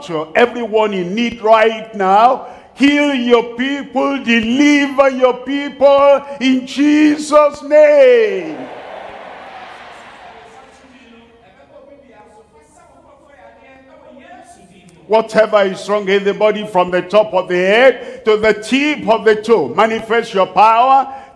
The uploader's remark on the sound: live from Accra, Ghana